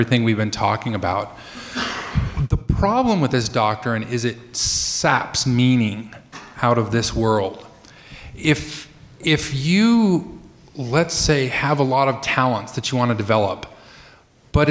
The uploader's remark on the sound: This is the live recording on stage at the Salt Lake Downtown library recorded 4/15/12.